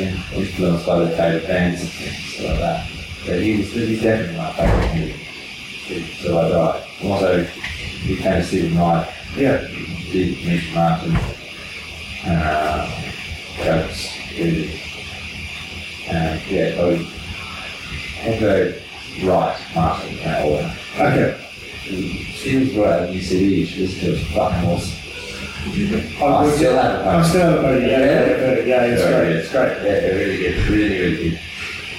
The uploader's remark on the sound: It's the second Live special. This episode suffers from audio issues which do not represent the usual quality of the podcast.